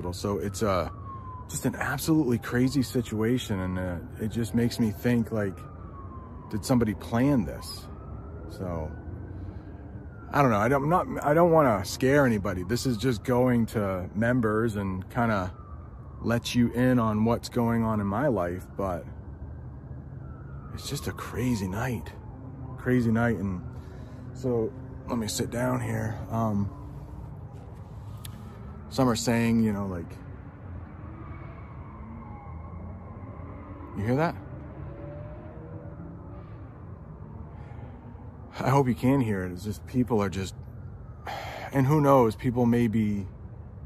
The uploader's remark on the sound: I'm outside of my house and there are sirens going on. I live in a town called Lewiston, Maine. The most sirens I've ever heard in my life, they've been going on for the last half hour. A lot of car horns going on right now.